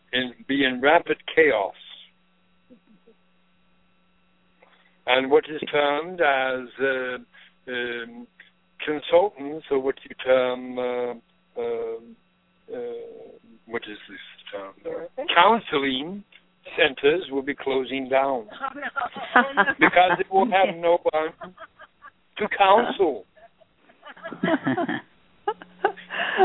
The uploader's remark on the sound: In this capacity she will do a channeling session live so that callers can call. Personal responses to callers during the special call-in segment. This radio show is an extension of the written messages.